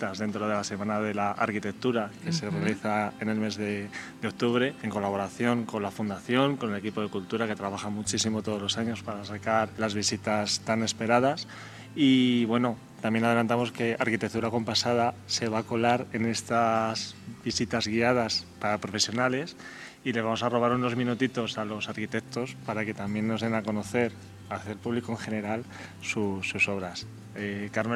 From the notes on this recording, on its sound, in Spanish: Nuestro octavo paseo sonoro nos acerca a la emblemática y centenaria Gran Vía